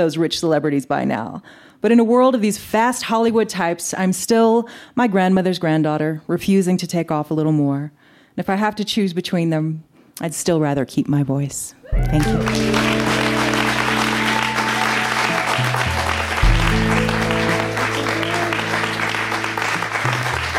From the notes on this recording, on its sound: This story was recorded live at Buntport Theater